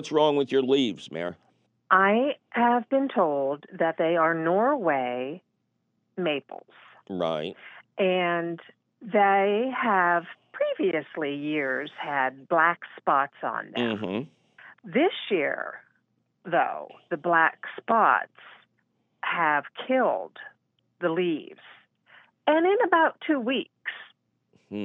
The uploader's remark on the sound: your fabulous phone calls!